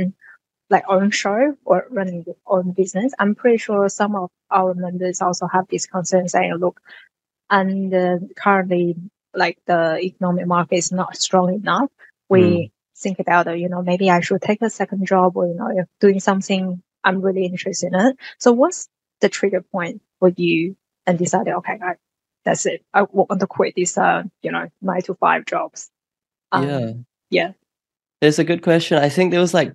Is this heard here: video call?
yes